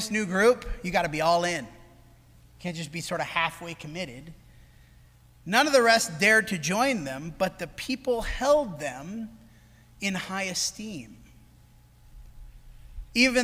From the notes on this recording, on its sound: This sermon was preached at the Dewey Church of Christ on June 25, 2023.